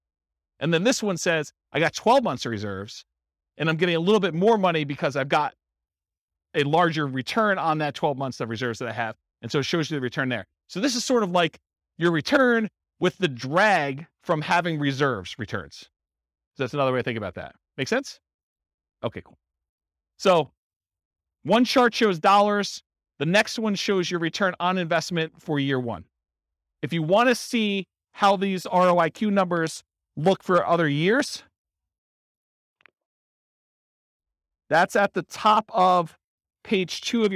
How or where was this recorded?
live audience